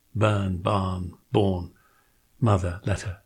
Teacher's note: non-rhoticism is when the R of burn, barn, born, letter, mother, etc. isn't sounded